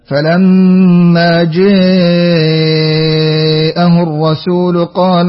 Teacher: مقرأ ابن ذكوان بالإمالة في لفظ جاء